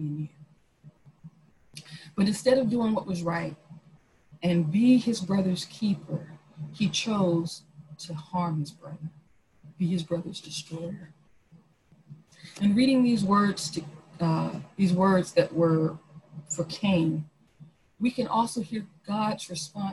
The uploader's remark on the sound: Our Zoom streamed service